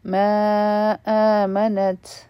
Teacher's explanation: په آمنت کې په تا باندې به مونږ همس کوو ځکه چې په دې سکون دی